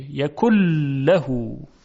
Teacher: مثال برای ادغام نون در لام، یکن لهو، در نمازم داریم، یکن لهو، نون کاملا ادغام میشه · Term: ادغام کامل